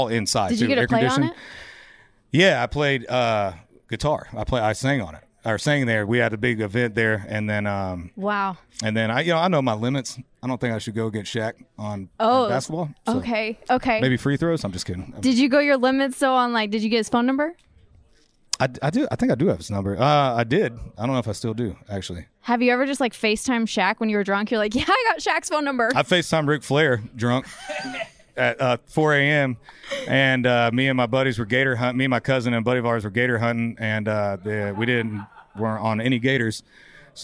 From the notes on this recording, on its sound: CMA Awards Backstage Interviews.